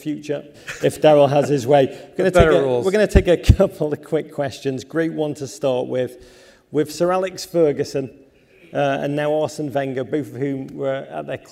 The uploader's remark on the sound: Hosts a panel at the MIT Sloan Sports Analytics Conference.